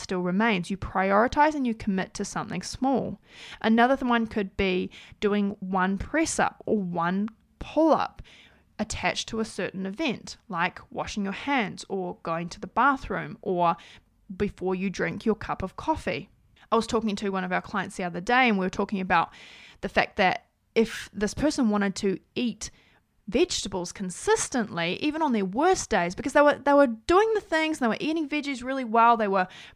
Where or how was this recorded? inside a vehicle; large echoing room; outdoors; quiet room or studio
quiet room or studio